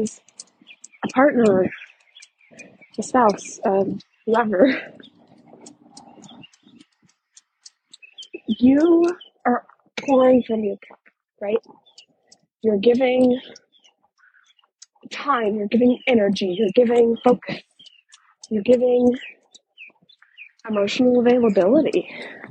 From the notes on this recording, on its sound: in this walk and talk style episode